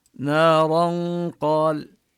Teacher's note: نمد الألف بنارا مدا طبيعيا ونخفي النون التي في التنوين عند القاف. نارا قال يعني نلفظ الراء مفتوحة مفخمة نارا، وننتقل إلى مخرج القاف وتبقى غنة النون. · Term: الإخفاء